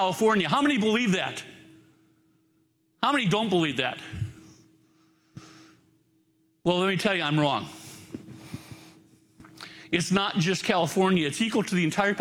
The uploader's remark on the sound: Live from our Celebration Ministry Center